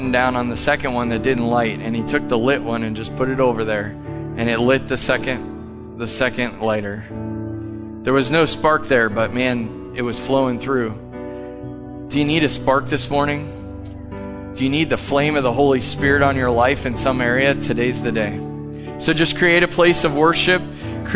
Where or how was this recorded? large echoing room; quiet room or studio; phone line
large echoing room